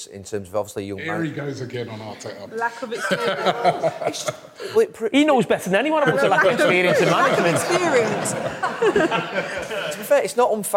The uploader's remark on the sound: The Overlap Live Fan Debate. We’re back with the Fan Debate ahead of the brand new Premier League season.